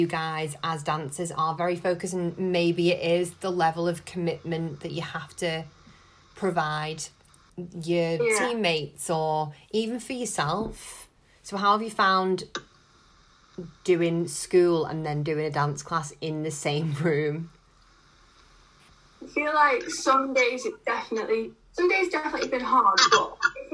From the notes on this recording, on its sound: This was recorded on zoom so the sound quality isn't the best!